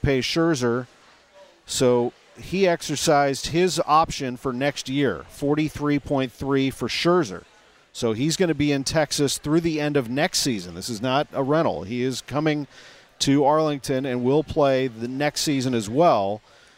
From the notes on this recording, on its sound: live from Cardinals Nation inside Ballpark Village